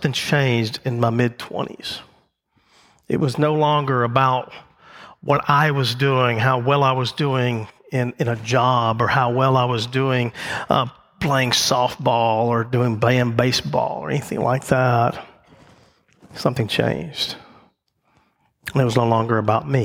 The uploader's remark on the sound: The message recorded live at Covenant.